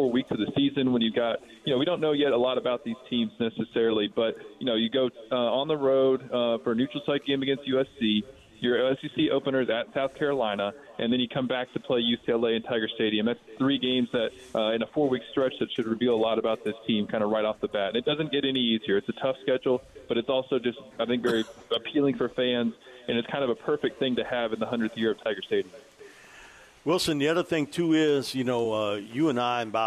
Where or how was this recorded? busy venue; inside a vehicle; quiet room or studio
busy venue